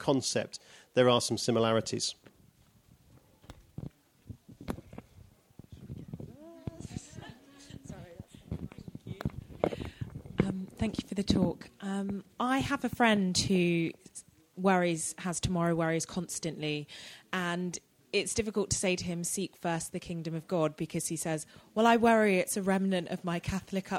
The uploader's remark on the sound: Given at Holy Trinity Brompton's summer festival called 'Focus'